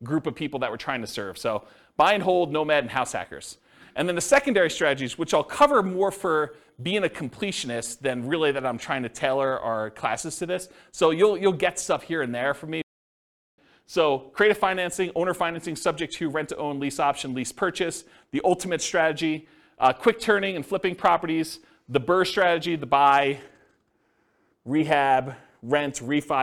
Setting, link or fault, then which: setting, live audience